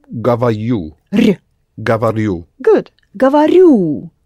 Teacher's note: It is accented on the ending.